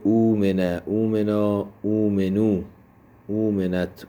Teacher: مجهول که کنیم اؤمنه، باز در تمام صیغه تخفیف قلبی واجب داریم، تبدیل همزه به واو میشه اومنه اومنا اومنو اومنت اومنتا اومنه اومنت اومنتما اومنتم اومنت اومنتما اومنتن اومنت اومننا.